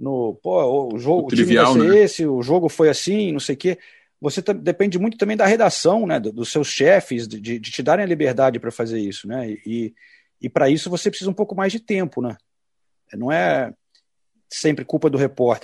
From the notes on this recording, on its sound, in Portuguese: Direto de Londres. Nessa mesa redonda virtual.